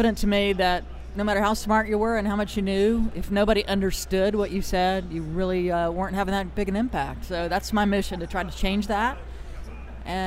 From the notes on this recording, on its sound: BROADCAST LIVE FROM THE SAGE SUMMIT 2015 IN NEW ORLEANS, LOUISIANA